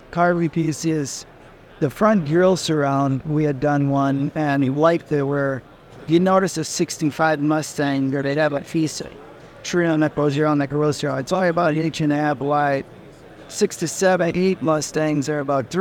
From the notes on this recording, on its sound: Ringbrothers live from SEMA 2023.